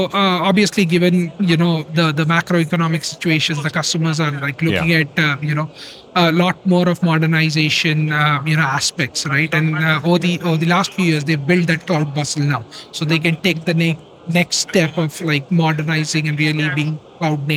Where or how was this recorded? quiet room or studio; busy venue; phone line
busy venue